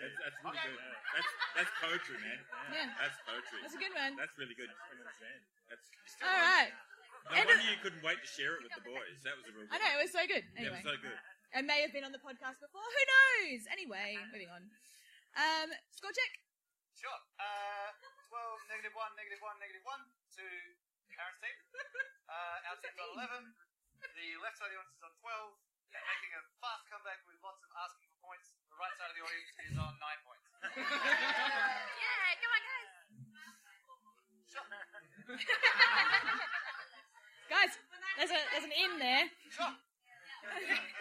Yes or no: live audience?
yes